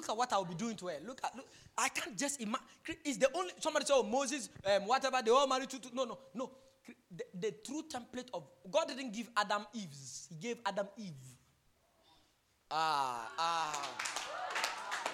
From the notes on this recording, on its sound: Preached during the Jesus Festival 2021.